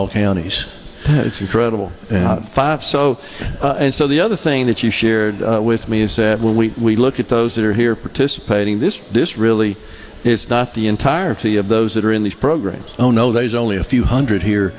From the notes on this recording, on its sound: MidDays is LIVE from the MS Trade Mart for the Mississippi Construction Education Foundation Skills USA State Championship.